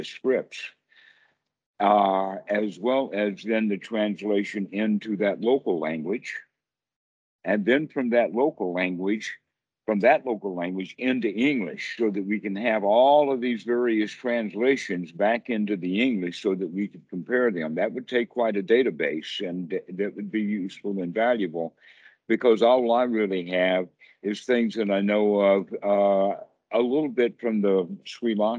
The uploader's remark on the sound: skype calls on this channel